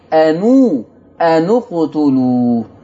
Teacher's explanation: ورش هيضم النون، بدل ما يقول أني ورش هيقول أنو. طيب على هوا كده يا شيخ؟